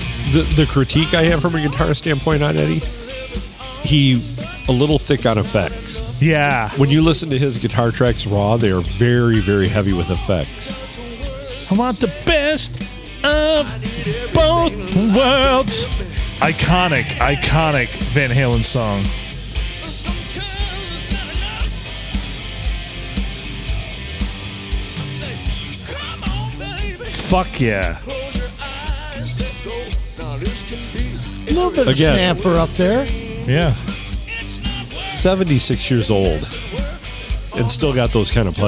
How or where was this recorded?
busy venue